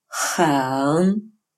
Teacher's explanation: «Х» – это русский звук «х», но более напряженный